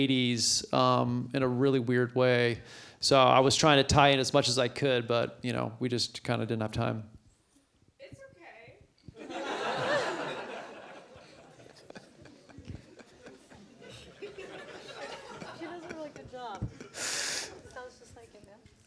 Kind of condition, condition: setting, live audience